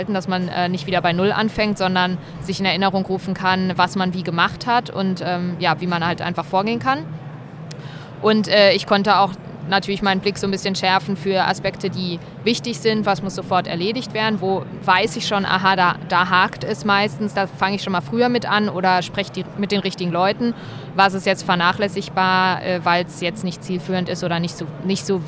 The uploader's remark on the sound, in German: Live von der Didacta in Stuttgart